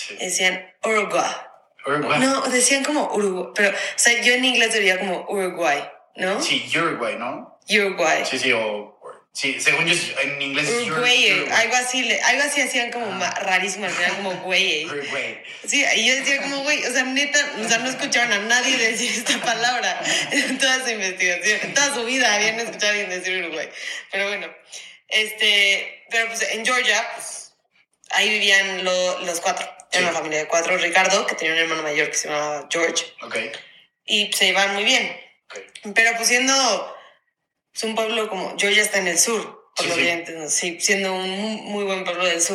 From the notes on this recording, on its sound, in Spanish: Tuvimos problemas técnicos!! Los primeros 8 minutos de audio no tienen la mejor calidad, esto del podcasting no está tan fácil, pero a partir del anuncio ya se escucha bien.